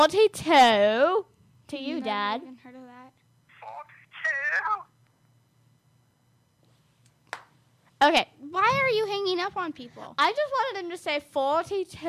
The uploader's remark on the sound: make some crank phone calls